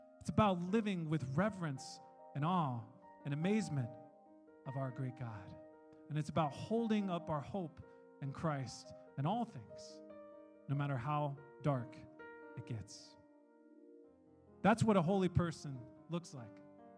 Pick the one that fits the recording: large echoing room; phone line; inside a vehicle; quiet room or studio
large echoing room